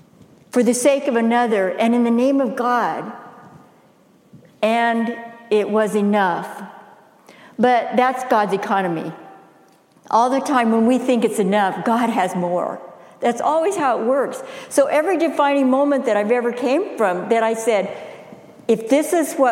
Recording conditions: large echoing room